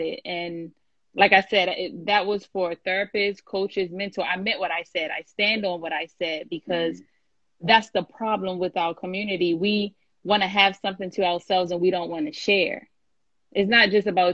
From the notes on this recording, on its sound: I had to share this live from IG